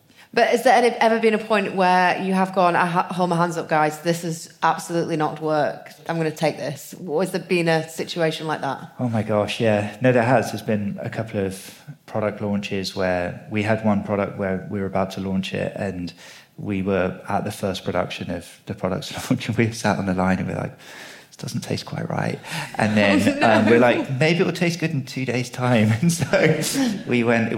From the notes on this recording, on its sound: the first ever live recording of the feel better podcast